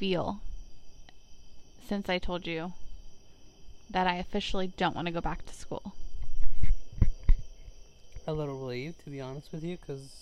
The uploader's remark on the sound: Today we sit outside on our deck, bothering our neighbors